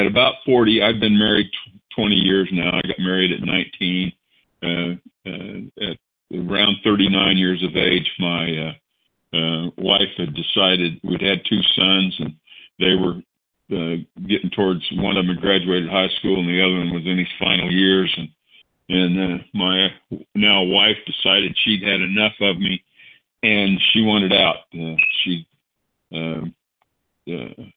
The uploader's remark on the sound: the 100 Pounders Phone Meeting, 7/15/23